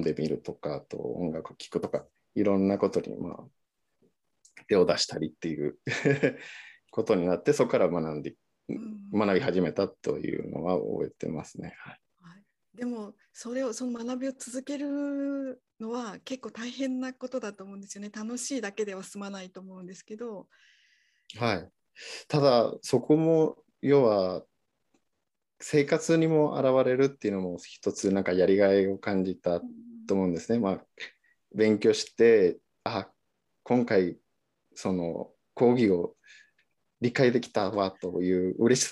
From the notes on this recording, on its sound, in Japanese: 収録場所： オンライン (Zoom)